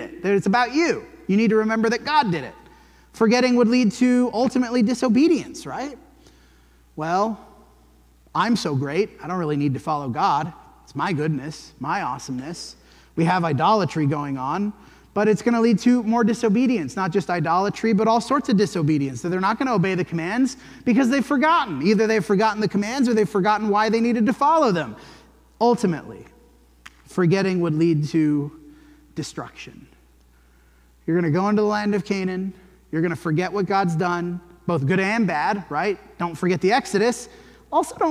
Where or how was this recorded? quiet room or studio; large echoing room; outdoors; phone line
large echoing room